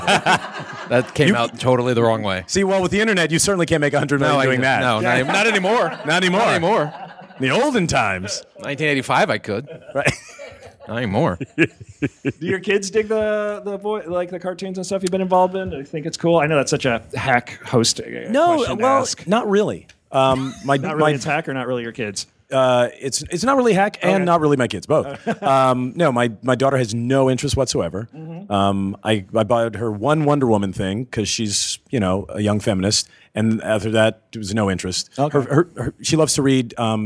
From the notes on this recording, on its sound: LIVE from Palm Springs Comic Con!